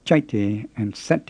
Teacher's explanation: the first syllables of chaite and sate end in a glottal stop, which also makes them high.